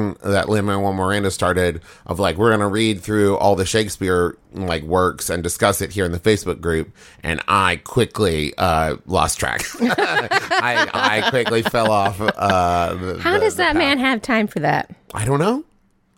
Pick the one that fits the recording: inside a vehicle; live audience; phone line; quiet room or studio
quiet room or studio